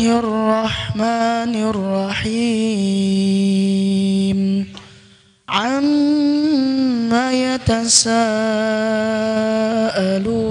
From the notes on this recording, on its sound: LIVE dari Masjid Daarut Tauhiid Bandung.